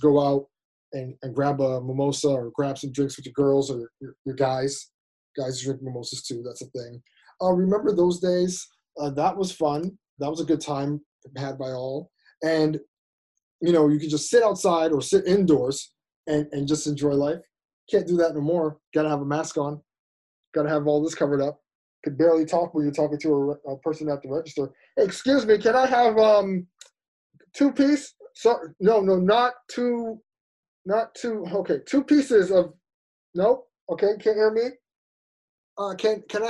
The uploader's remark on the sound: It's the 4 Year Anniversary Live ZOOM Show! As fellow listeners come together to celebrate this huge milestone.